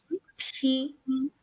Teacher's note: Notamos como que soltamos el aire.